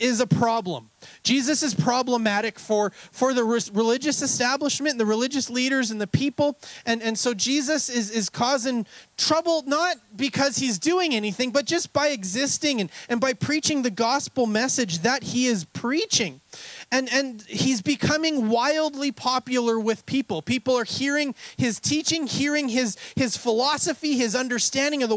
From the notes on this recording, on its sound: We had an outdoor service this Sunday which led to some technical issues, they do get resovled part way through the message.